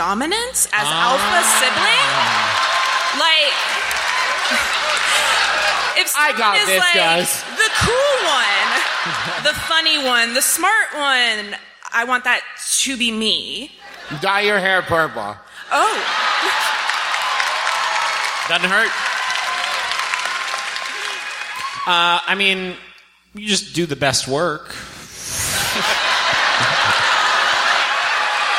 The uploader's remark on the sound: Here's our recent live show from the McFarlin Memorial Auditorium in Dallas, Texas.